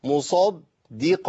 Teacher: الدال المشدده بتنطق على مرحلتين، مرحله الساكن والمتحرك